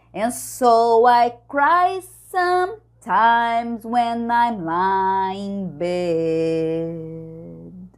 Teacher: É um bed fechado, porque o bad aberto é o bad de mal, de ruim